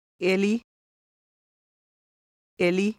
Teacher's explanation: the Finnish I, pronounced somewhat like the E in me, but shorter